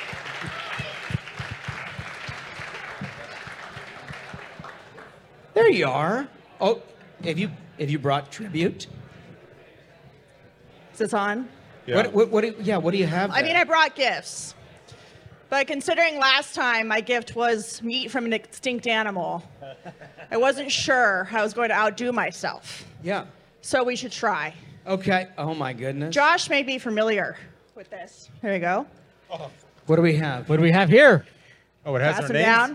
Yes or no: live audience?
yes